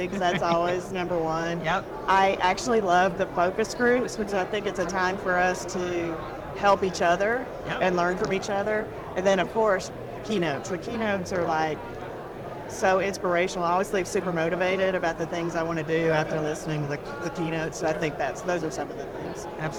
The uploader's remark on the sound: an Interview in Action live from the 2023 CHIME Fall Forum